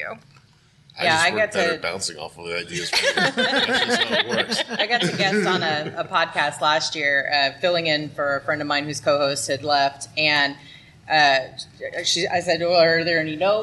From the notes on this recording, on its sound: We have pulled together the audio from our Podcasting for Geeks panel from Comicpalooza 2019 in Houston, Texas.